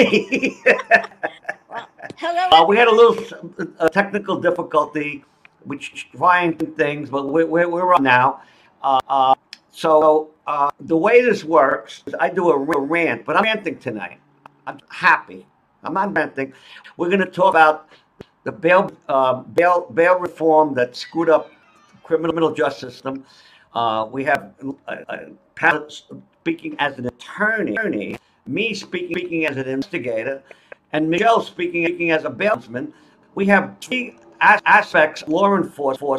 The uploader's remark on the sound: Please disregard audio problems